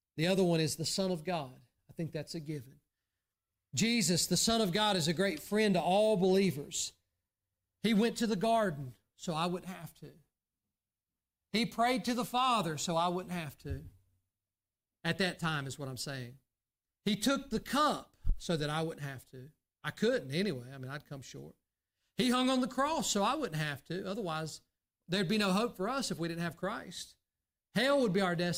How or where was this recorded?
large echoing room